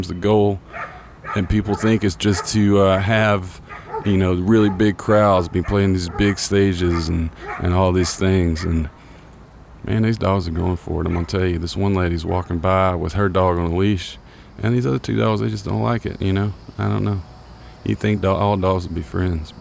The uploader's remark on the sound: I recorded this first episode out on the deck of my loft studio, so there are some really nice ambient neighborhood sounds happening. I also played some piano and mixed it in underneath everything.